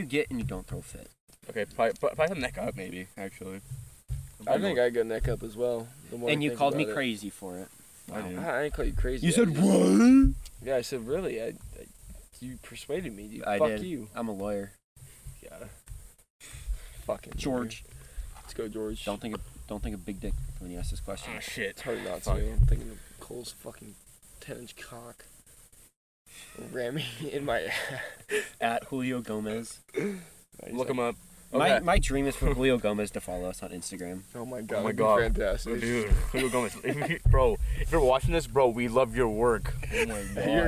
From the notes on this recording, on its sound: Sprinklers soak us mid recording.